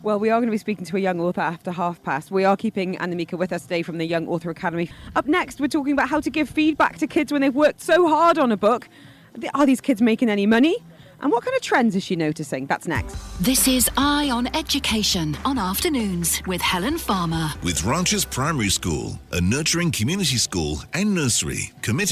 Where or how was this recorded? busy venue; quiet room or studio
busy venue